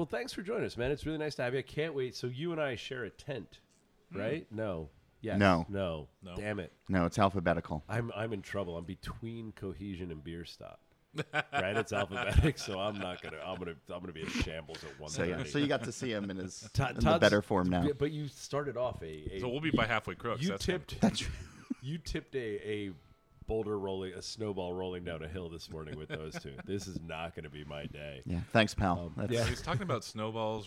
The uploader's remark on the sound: Recorded on location from the Little Beer festival in Duluth, Georgia